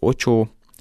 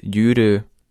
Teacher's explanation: a keleti palóc nyelvjárásból származó szóvégi ú-ű nyíltabb ejtése